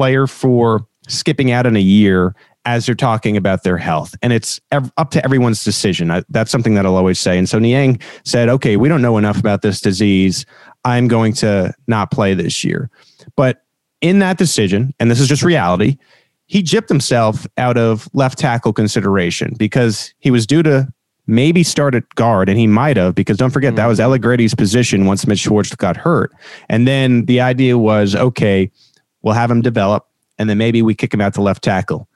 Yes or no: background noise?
no